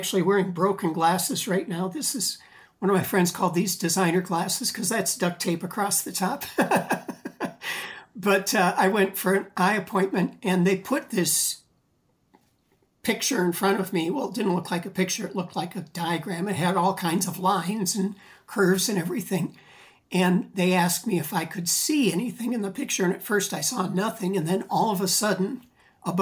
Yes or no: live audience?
no